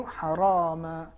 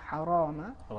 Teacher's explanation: اس میں جو حرف را ہے اس کو تفخیم کے ساتھ ادا کرنا چاہیے · Shown in: second take · تو حرامہ صحیح نہیں ہے حرامہ اس طریقے سے بہتر ہے